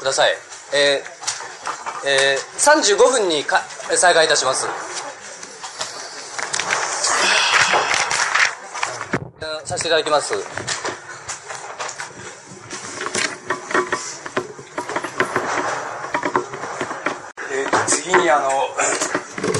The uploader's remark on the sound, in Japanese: 場所：新潟県三島郡出雲崎町・光照寺。良寛が剃髪を行った寺院である 新潟県の光照寺で行われた講演。音源は主催者提供。周辺ノイズが入るがクリア。質疑応答はオフマイク。テープチェンジで欠けた部分を 別のテープで埋め合わせているため 音質が変わる個所がある。